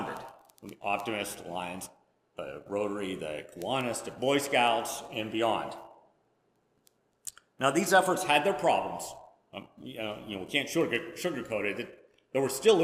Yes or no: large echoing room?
yes